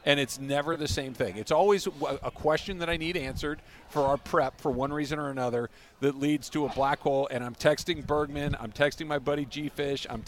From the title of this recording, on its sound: LIVE from the Genesis Invitational